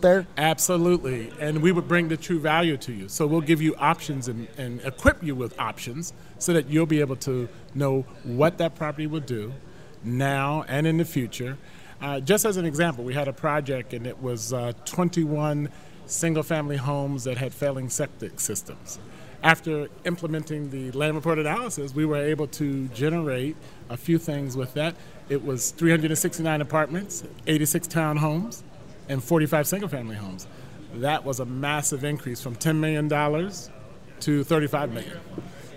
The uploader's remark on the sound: Join the VoiceAmerica Live events Crew as we Broadcast Live in Ft. Lauderdale Florida from the floor of the Pitbull conference.